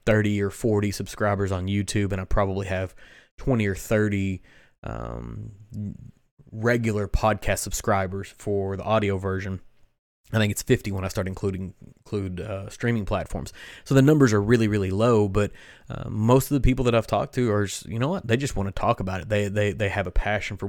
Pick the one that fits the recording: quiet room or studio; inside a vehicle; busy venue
quiet room or studio